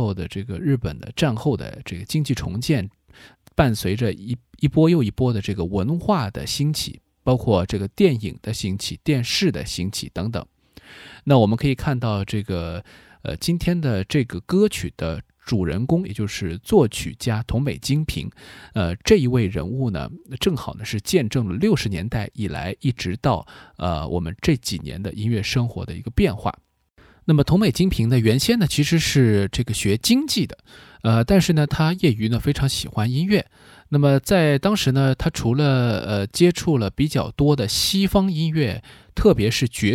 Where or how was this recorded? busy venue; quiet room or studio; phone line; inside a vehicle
quiet room or studio